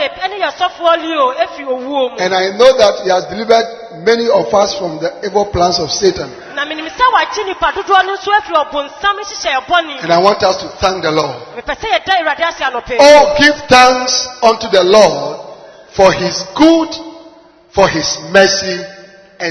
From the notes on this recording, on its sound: Preached at the Anagkazo Assemblies Cathedral.